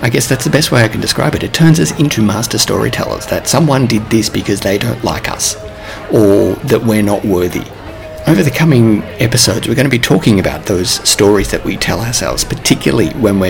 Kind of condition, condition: setting, busy venue